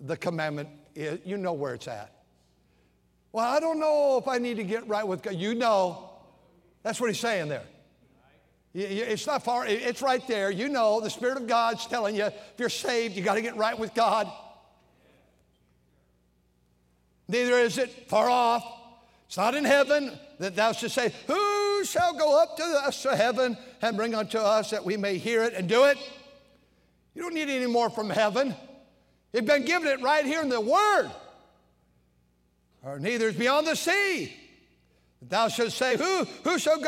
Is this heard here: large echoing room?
yes